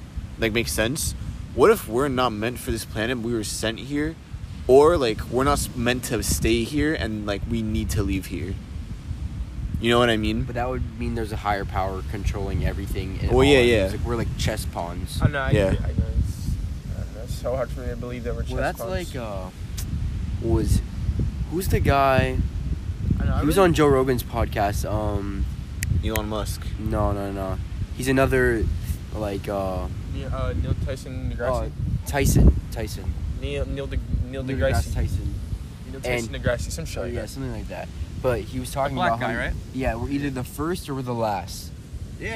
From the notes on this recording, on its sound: Late night beach talk. Take my phone out and record our conversation that we were having on the beach late at night.